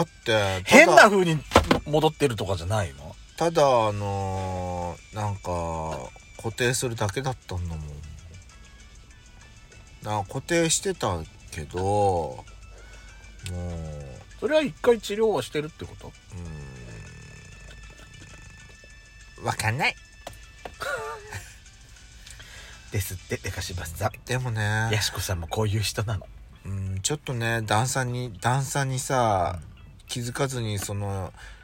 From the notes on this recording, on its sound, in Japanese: 2人組。パーキング収録。